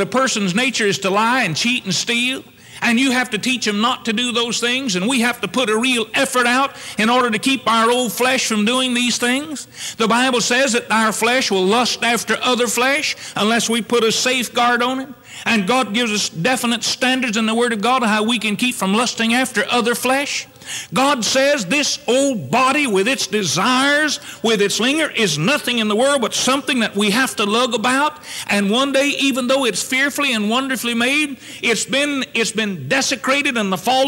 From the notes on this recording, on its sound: Originally preached on July 7, 1974 at Northside Baptist Church.